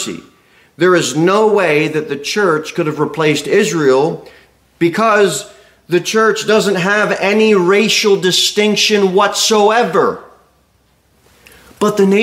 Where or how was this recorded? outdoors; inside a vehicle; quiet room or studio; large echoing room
large echoing room